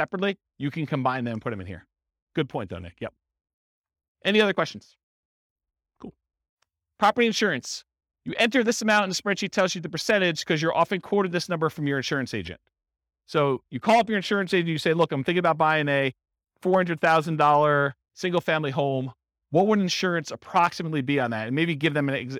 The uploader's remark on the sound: This was a live class recorded in Fort Collins for buy and hold real estate investors.